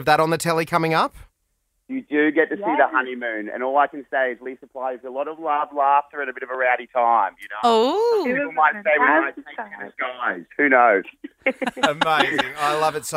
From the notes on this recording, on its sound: phoned